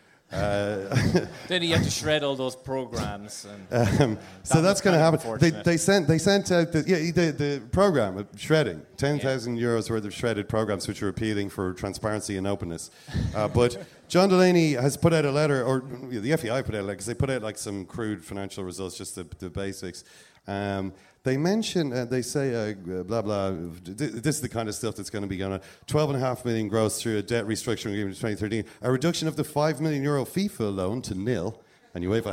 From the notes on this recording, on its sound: Welcome to the Second Captains 'rock or bust' live tour from The Sugar Club in Dublin.